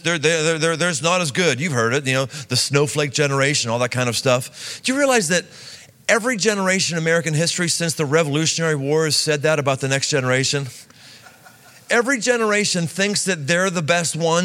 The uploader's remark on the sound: Live in Cincinnati. Live talk, recorded before a group of 18-24 year olds in Cincinnati.